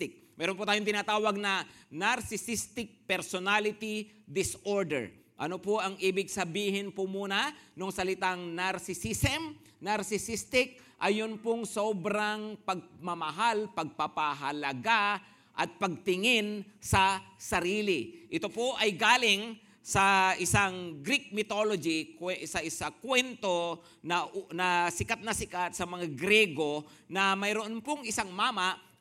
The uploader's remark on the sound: Preached last June 18, 2023 at Grace Testament Church's 10:00 AM Service.